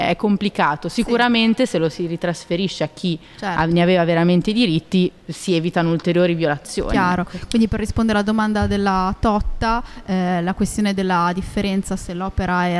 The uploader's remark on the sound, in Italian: in diretta dal MAMbo - Museo d'Arte Moderna di Bologna